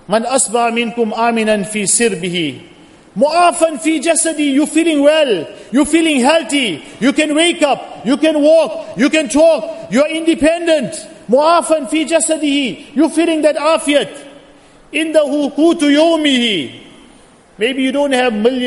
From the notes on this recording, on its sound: Jumuah Lecture at Masjid Al Hilal